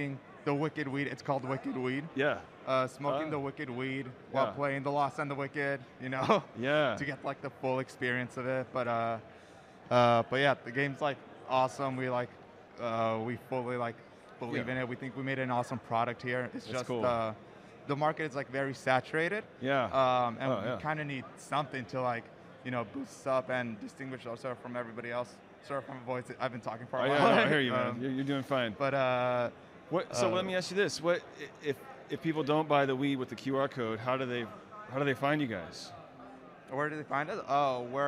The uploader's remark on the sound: Live at GDC 2022 in San Francisco